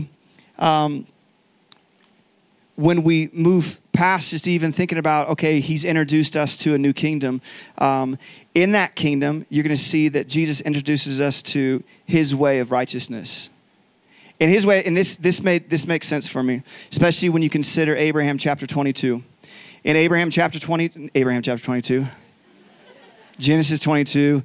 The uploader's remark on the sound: Recorded live from Summer Camp 2021 at Faith Heights.